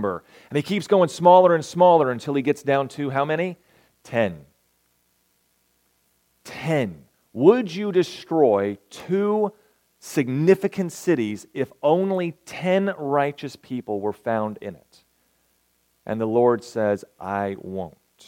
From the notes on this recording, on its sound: recorded May 27, 2023, at Ringgold SDA Church